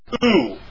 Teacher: Notice that it's a short breathing. It's not who, it's ou. The short breathing is up there.